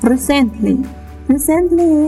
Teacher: The stress on the word recently is on the first syllable. It means on R-E.